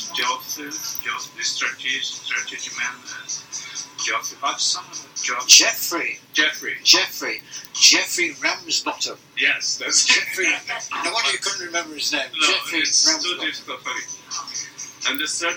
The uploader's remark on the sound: the 'warts and all' principle is followed to provide this podcast without delay while the poddling team develops skills at dealing with the audio 'warts'.